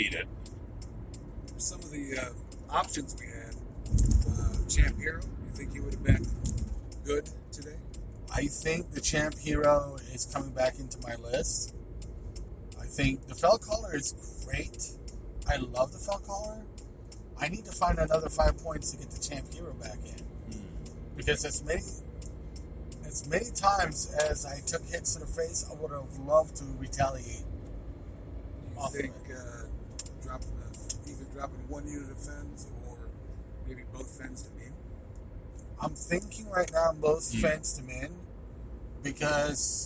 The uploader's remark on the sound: Car-isode. After Dayton SWORM sweeps the Columbus Guard Tower OWC Qualifier.